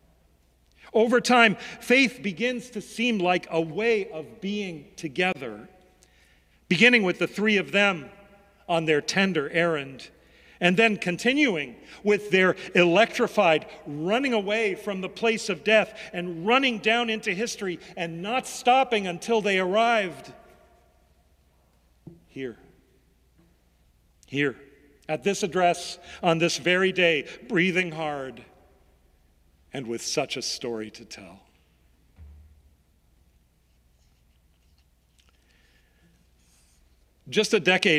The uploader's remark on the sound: Sermons from Old South Church in Boston.